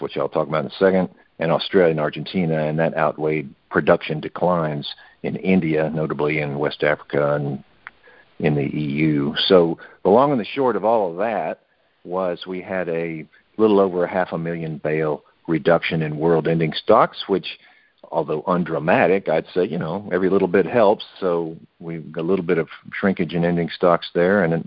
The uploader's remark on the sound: Monthly Conference Call